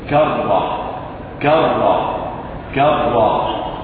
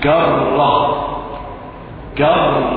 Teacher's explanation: إذا ذكرت معي الآن وجدت رأس اللسان يرتعد فيأتي براء بعد الراء إلا أنها لا تظهر، وهذا يكون جليا إذا كان براء في راء مشددة كرة كرة كرة، أنا أنطق الراء مكررة لكن هل تسمع مني أكثر من راء؟ لا، هي راء واحدة إلا أني أخفي التكرير فلا أذر الراءات بعضها خلف بعض